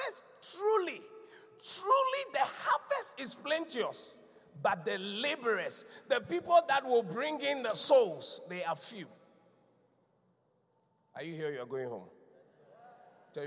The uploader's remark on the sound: Preached at the Qodesh